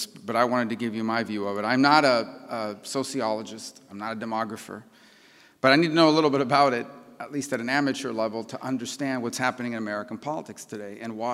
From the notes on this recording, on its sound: keynote address at the Miami National Conservatism Conference on September 12, 2022.